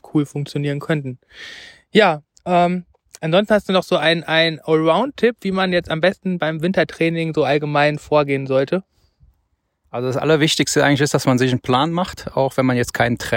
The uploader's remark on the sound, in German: während unserer Wanderung auf dem Ahrsteig aufgezeichnet